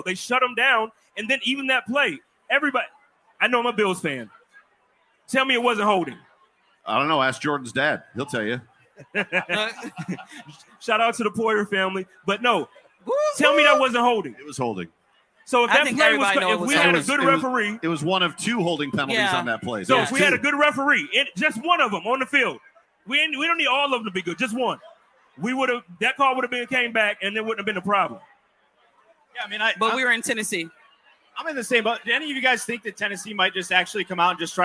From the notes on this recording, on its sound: On Location at Resurgence. Live from Resurgence Brewery for the Buffalo Rumblings Beer Release.